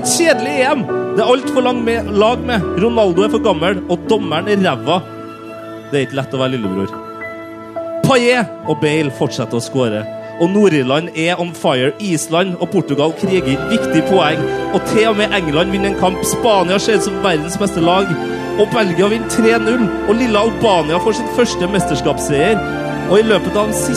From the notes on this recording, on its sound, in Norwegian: live EM-finaleshow fra en herlig pub i Trondheim